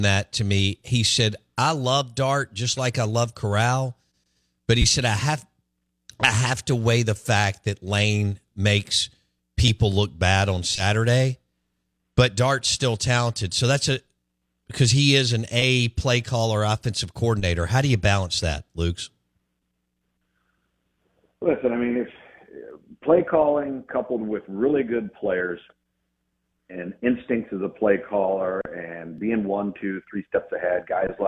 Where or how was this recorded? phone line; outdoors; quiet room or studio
phone line